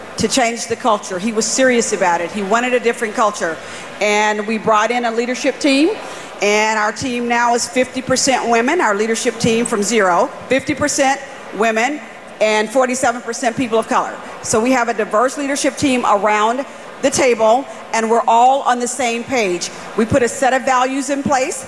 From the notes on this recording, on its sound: Featuring a panel from the Bloomberg Power Players Summit on tackling sustainability through sports.